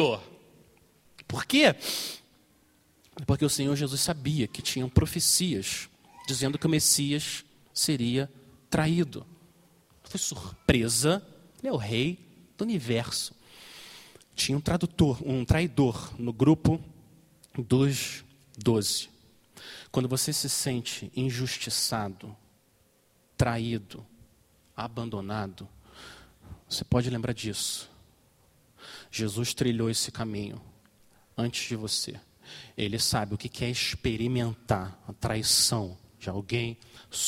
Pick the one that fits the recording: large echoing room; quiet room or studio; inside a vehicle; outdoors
large echoing room